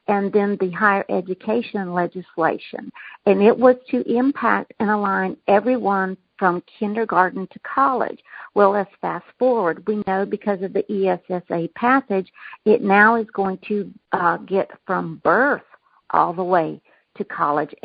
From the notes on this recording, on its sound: Communication Team Conference Call 3.